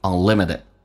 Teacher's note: Unlimited 最后一个 T 发 D 这个发音